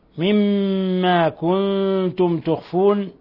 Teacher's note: ميم مشددة تغن مقدار حركتين ثم نون ساكنة جاء بعدها التاء إخفاء حقيقي